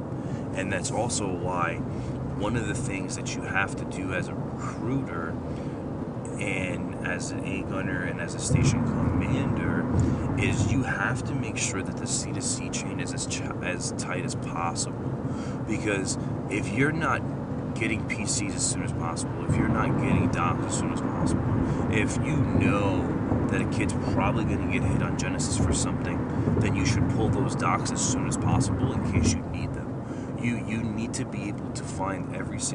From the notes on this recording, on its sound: Please excuse the background noise.